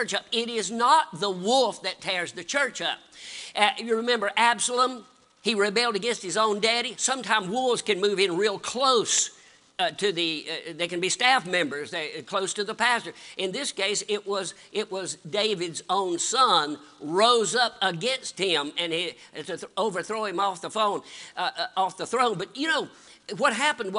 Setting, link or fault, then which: setting, large echoing room